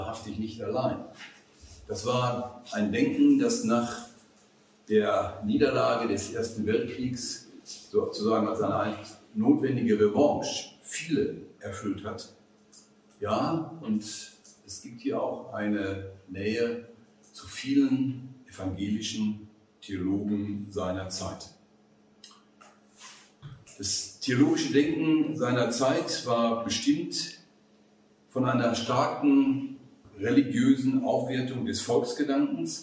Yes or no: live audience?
yes